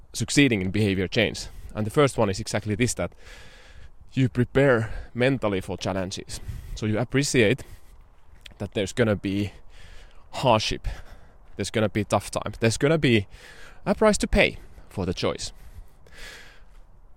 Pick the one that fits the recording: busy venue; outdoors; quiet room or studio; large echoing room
outdoors